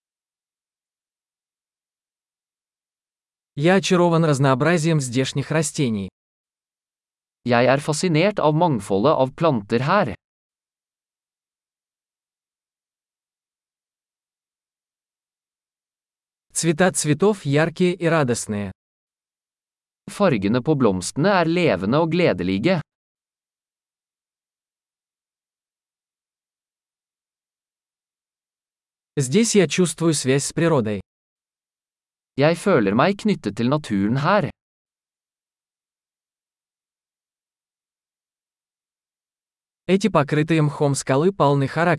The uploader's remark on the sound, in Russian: Прогулка по лесу. Шум журчания ручья.